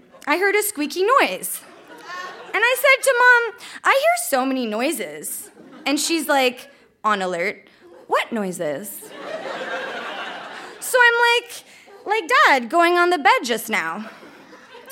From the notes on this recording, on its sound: Recorded live at The York Theatre in Vancouver, in partnership with ONE TO ONE, a children’s literacy program.